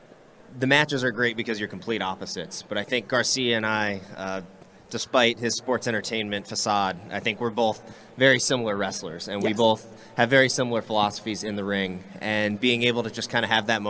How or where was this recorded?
busy venue